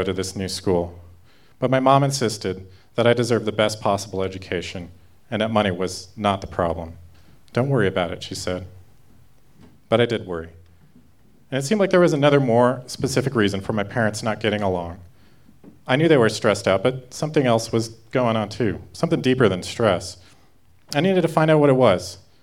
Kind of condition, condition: setting, live audience